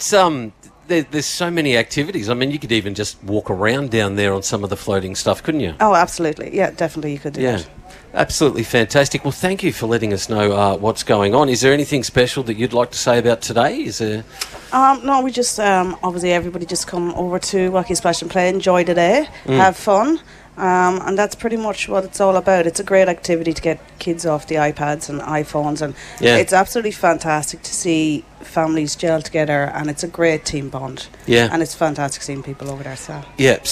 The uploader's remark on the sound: A special outside broadcast live from the 2024 Nagambie On Water Festival. From Lake Nagambie.